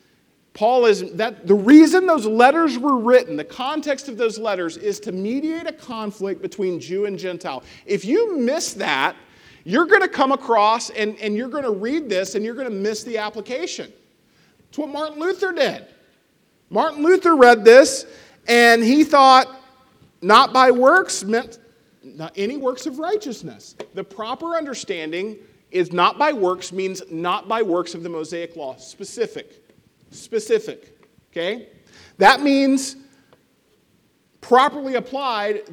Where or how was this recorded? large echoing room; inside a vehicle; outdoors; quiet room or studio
large echoing room